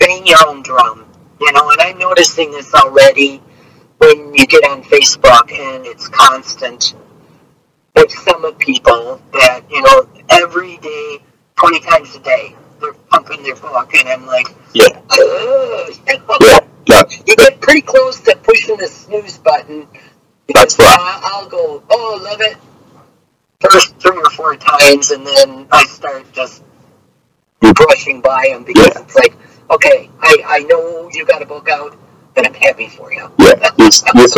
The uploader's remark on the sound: During the recording, there were significant audio issues that affected the quality of the interview. The production team has put in their best efforts to provide you with the best possible version of the interview.